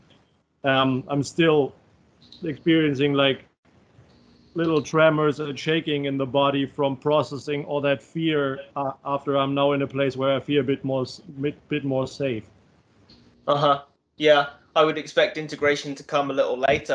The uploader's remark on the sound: skype calls